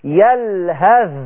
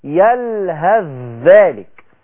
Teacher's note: اوعوا حد يطلع صوت الثاء، الثاء اتلغت خلاص، الثاء اضغمت في الذال، ما بقاش عندي ثاء، بقت دخلت الثاء في مين؟